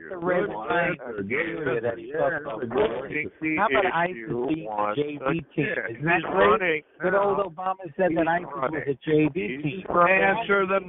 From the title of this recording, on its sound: Conference Call